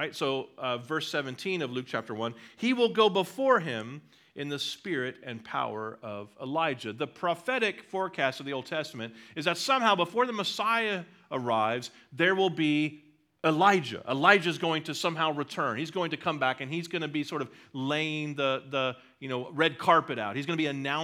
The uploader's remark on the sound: at Liberty Baptist Church in Liberty, Missouri